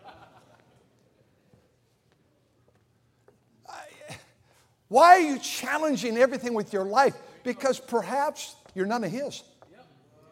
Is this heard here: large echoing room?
yes